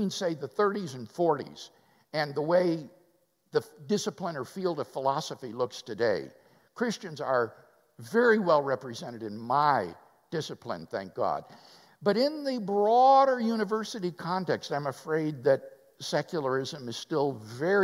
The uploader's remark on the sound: Live at West University Baptist Church. Interviewed by the church staff during Sunday morning worship at West University Baptist Church in Houston Texas.